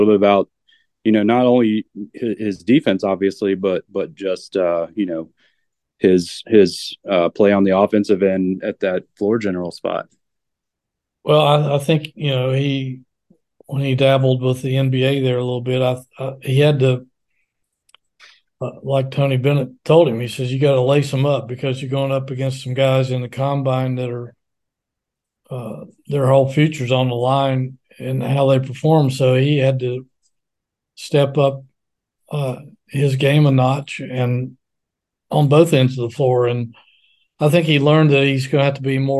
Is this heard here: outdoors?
no